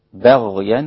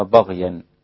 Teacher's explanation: الباء رقيقة جدا لا تأخذ تفخيم الغين · Shown in: first take · بغيا وليس بغيا، بغيا بينهم، كذلك الباءات كلها رقيقة حتى وإن كانت مقلقلة.